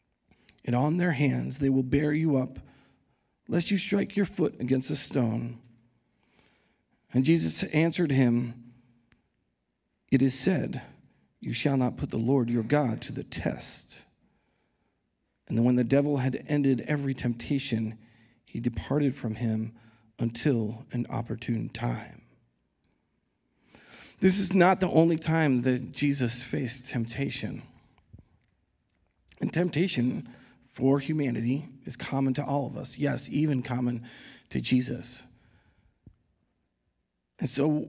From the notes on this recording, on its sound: Recorded live at Word of Life Church in Le Sueur, Minnesota on February 6th, 2022